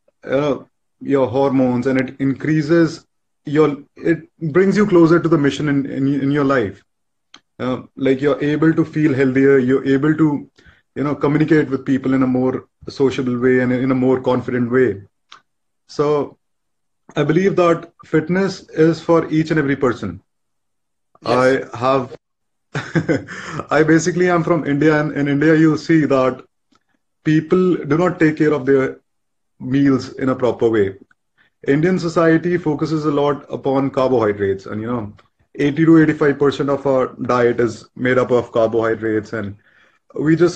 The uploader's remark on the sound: a recorded Instagram live